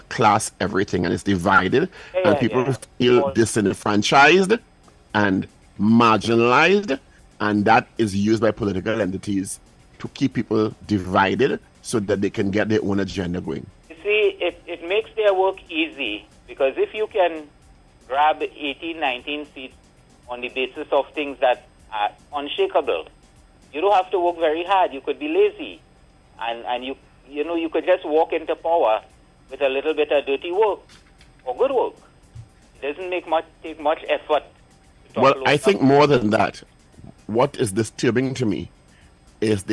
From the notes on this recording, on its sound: During this hour we take calls from our audience